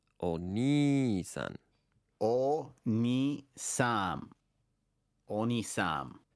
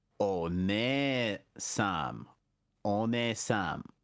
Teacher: the second syllable, has a long vowel on all of these